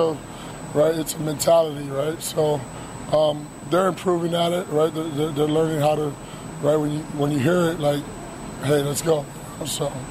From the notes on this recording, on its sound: Press Conference Audio